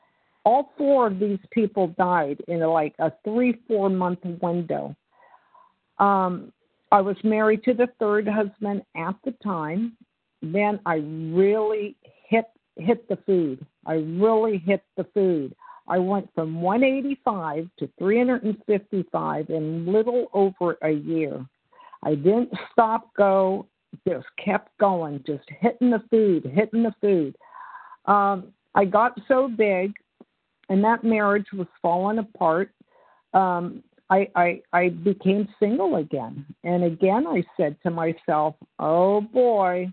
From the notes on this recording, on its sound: from the 100 Pounders Phone Meeting